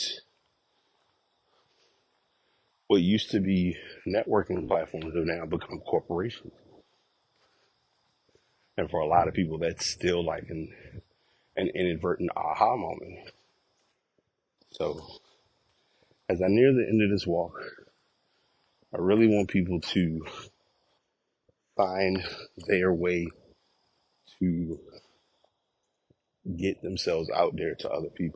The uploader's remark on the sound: Walk Recording